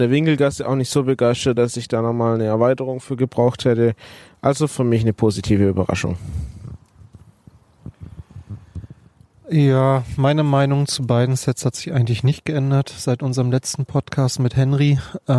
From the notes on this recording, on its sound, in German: Spät am Abend, barfuß am Lagerfeuer- und das erste mal live und direkt.